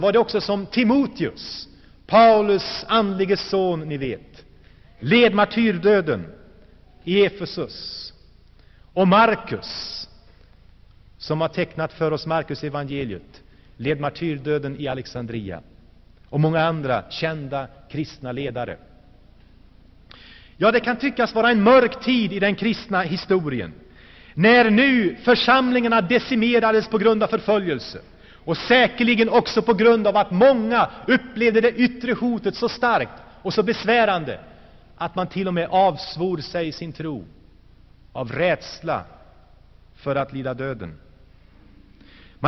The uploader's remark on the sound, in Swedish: Inspelad i Saronkyrkan, Gšteborg.